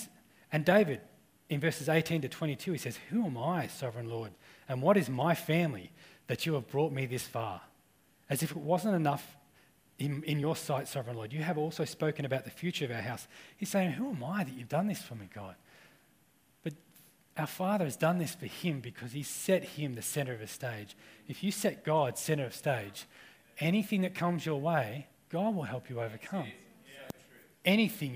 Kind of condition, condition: setting, large echoing room